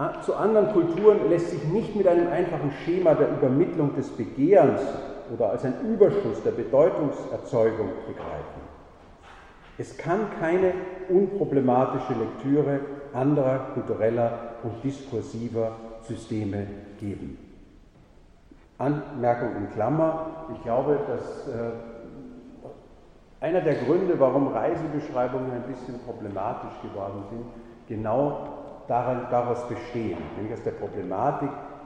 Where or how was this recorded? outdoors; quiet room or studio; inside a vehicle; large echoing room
large echoing room